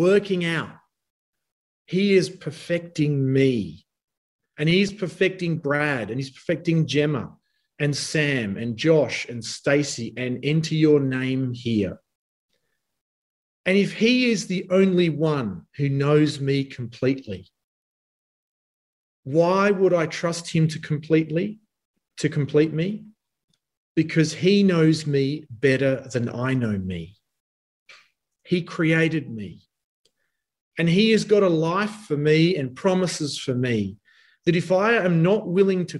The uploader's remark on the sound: Talk 2 from the Wednesday United zoom meeting on 16 June 2021.